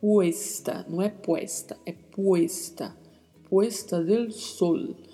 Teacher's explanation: Tenha bastante atenção ao pronunciar, porque o E é sempre mais fechado